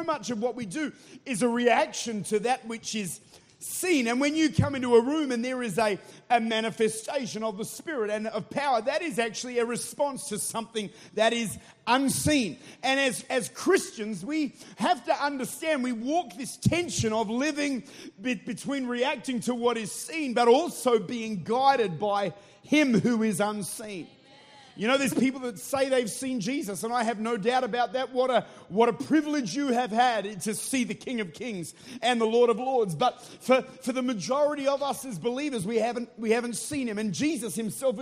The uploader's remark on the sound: Recorded at Life Church, St. Louis, Missouri.